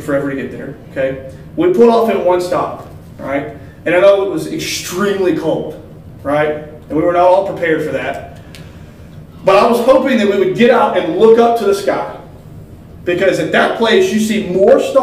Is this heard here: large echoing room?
yes